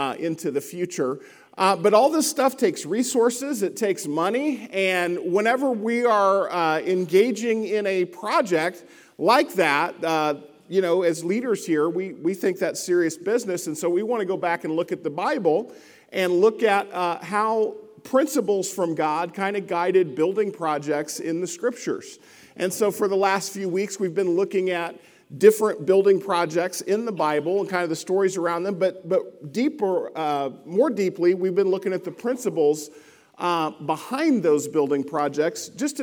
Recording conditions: large echoing room